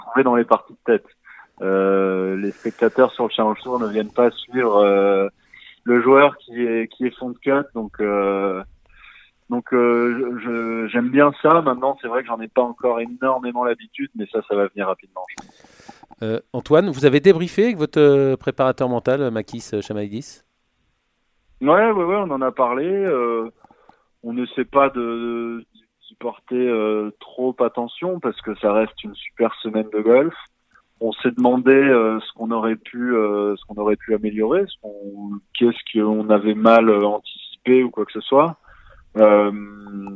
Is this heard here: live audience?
no